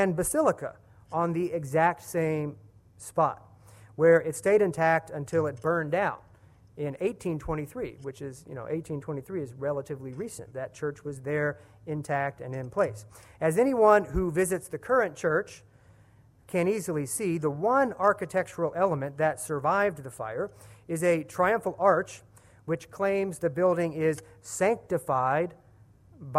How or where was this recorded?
live audience